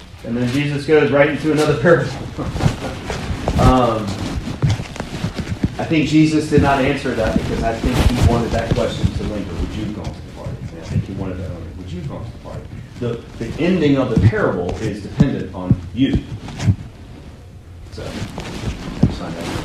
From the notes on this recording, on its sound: Audio and PowerPoint from the On The Way New Testament lecture. My apologies for the terrible audio – I realized what I did and will fix it for next time! Trinity Presbyterian Church - Charlotte, NC.